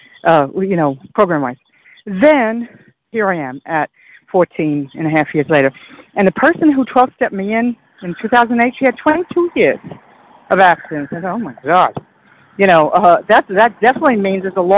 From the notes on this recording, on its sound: 100 Pounders Phone Meeting